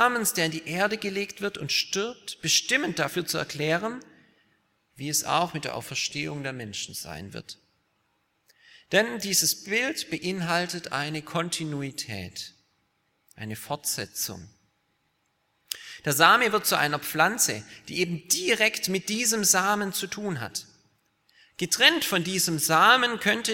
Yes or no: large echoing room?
yes